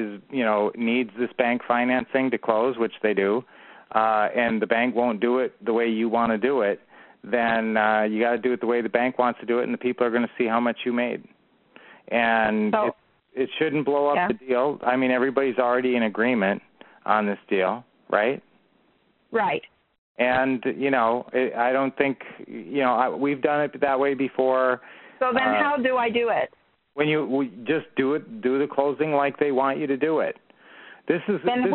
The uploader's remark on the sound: Q&A Call 2016-03-14